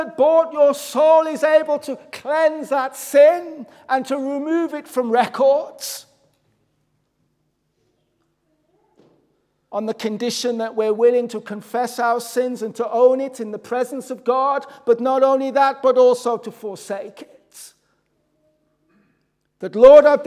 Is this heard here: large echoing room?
yes